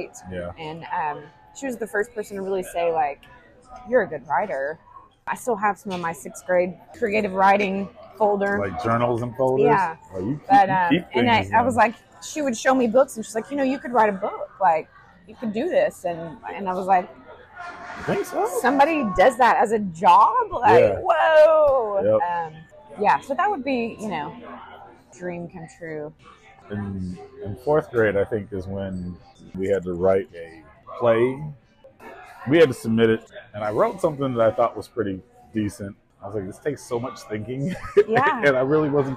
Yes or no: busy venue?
yes